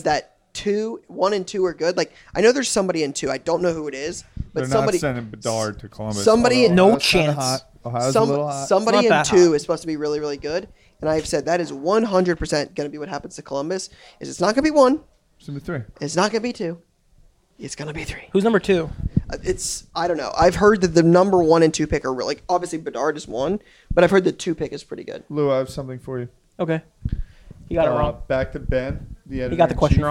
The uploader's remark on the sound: Live from Bleecker Trading